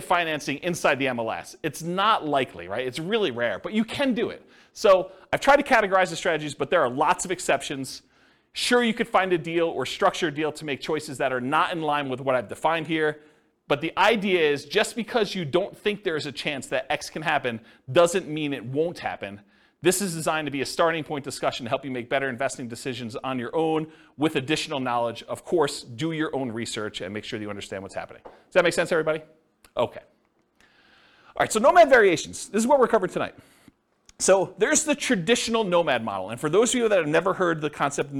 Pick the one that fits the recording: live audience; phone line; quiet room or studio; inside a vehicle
live audience